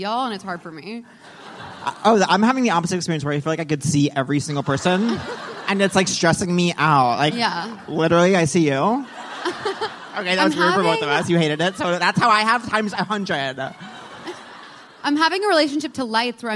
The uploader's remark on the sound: live on stage at The Bell House